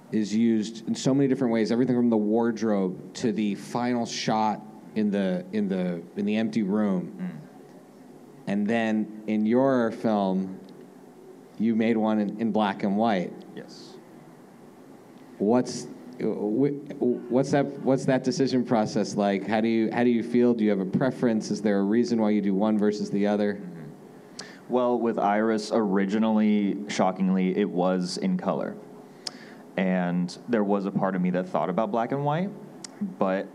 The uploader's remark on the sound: As part of University of Arizona’s SXSW Movie Night night. In front of a packed live audience.